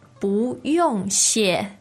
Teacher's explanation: It's second, fourth, and fourth.